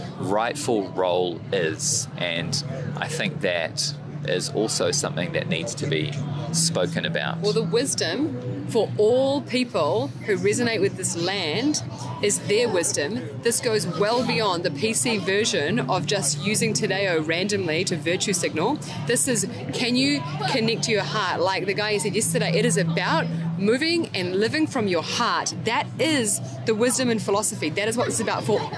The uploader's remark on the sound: On Location at the Wellington Freedom Village Protest Site